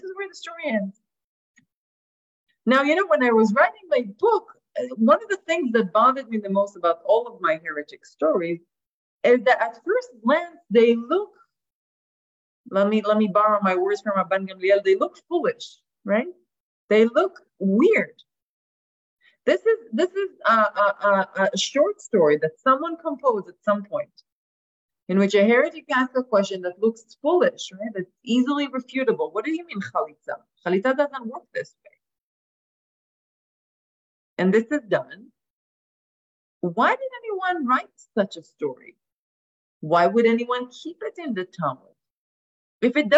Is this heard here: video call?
yes